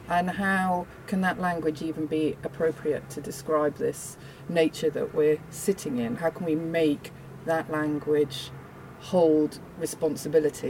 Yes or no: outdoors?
yes